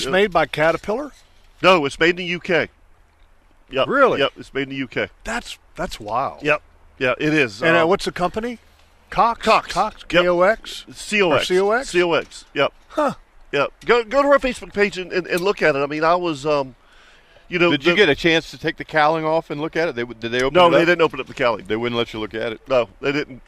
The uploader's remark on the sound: LIVE at the NEFL Fall Boat Show! The guys sounded off about it, along with a collection of callers, too.